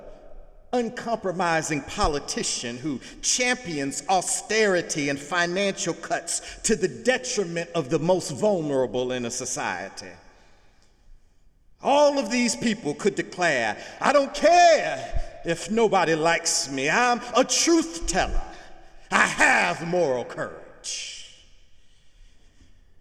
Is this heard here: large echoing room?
yes